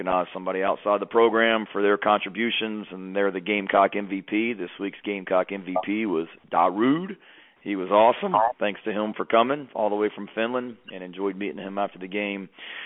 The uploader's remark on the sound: Sunday night conference call